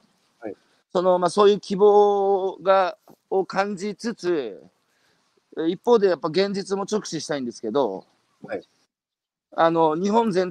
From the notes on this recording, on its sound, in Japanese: 歩きながら1時間、対談する。